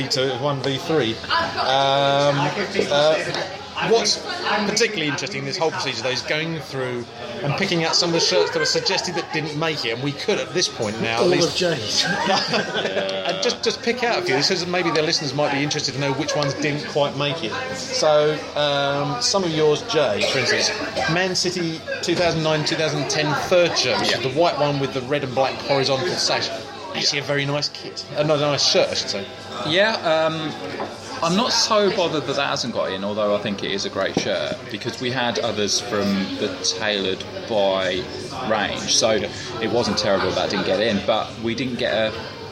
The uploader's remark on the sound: Having found a pub that would accommodate us four unashamed kit nerds, it wasn't long before a podcast was recorded